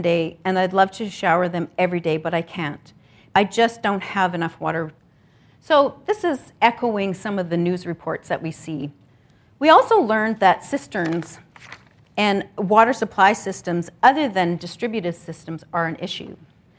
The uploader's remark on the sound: This episode is based on a keynote presentation. At the fourth annual “Create H2O” First Nations Water Research Conference, organized by the University of Manitoba’s Centre for Human Rights Research.